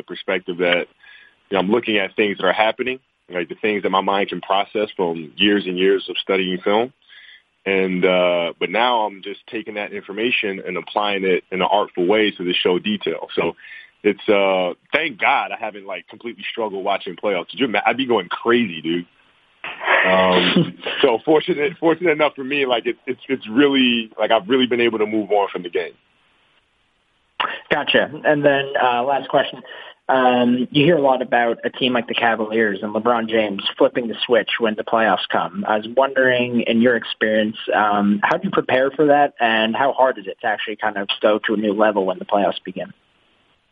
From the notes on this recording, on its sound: Media Conference Call